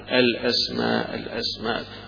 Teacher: لو وقف عليها يبقى هيحذف الهمزة الأخيرة، وحيجي على الألف يمدها إما حركتين وإما 4 وإما 6